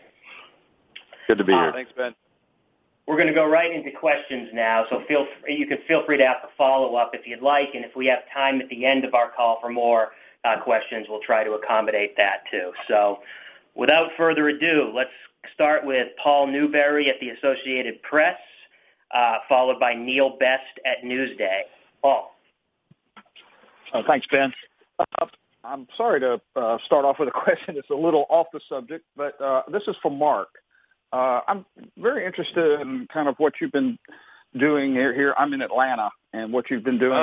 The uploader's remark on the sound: MLB Opening Day Conference Call